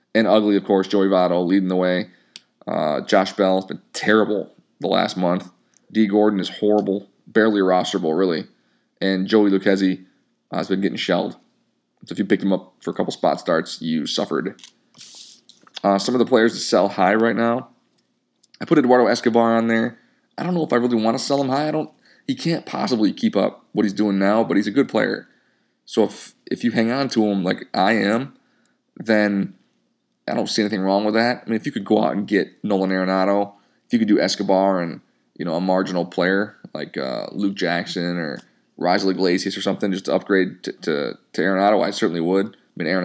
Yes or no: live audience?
no